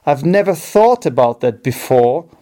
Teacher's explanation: the stressed words in this sentence are thought and before · Term: sentence stress